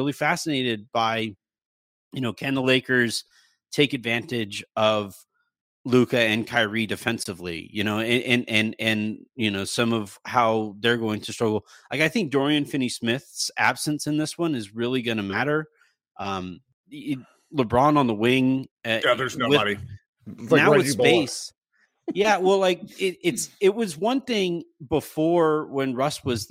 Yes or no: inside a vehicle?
no